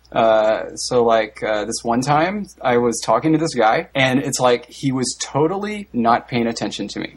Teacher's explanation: everything ends with rising intonation until you make your point. Then it falls. See? So it's like the rising intonation is there simply to tell you, not done yet, still going, still getting bigger.